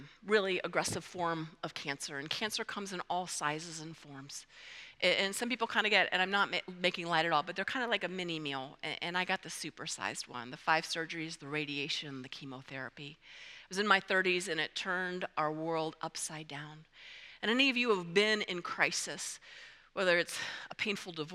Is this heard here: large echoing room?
yes